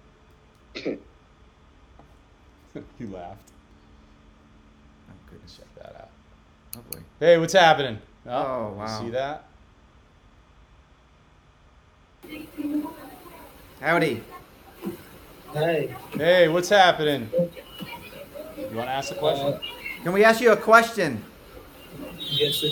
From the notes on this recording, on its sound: Due to the nature of the content, the recording quality changes frequently.